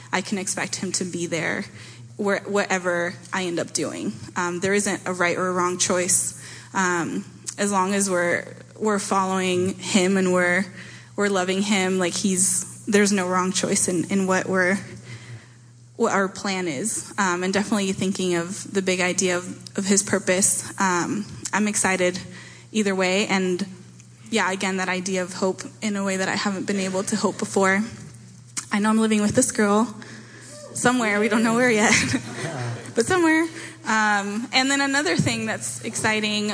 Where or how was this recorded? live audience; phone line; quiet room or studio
live audience